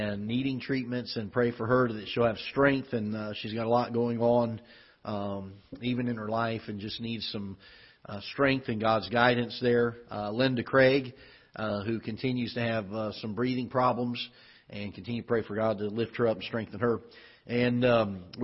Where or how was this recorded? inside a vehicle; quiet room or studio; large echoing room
large echoing room